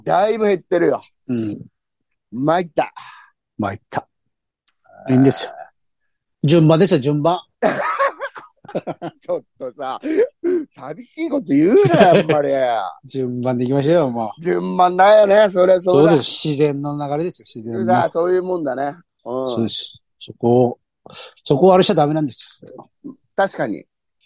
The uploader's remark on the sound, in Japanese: ZOOMで収録